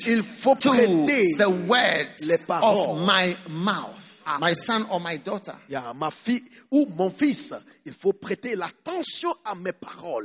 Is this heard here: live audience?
yes